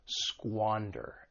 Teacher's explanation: the verb has two syllables. The stress is on that first syllable, squander. And keep in mind that S-Q-U-A has that squa sound, to squander something.